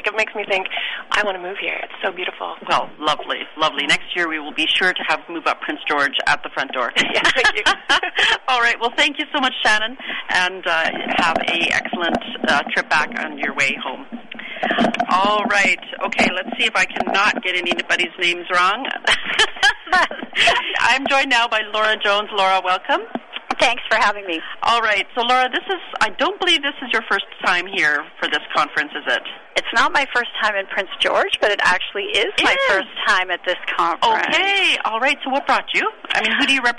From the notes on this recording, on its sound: live from the BC Natural Resources Forum